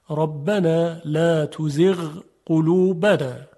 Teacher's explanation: حرف غین نباید در قاف ادغام بشه بلکه اظهار میشه